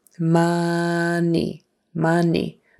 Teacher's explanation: That O is really a U, a short U sound.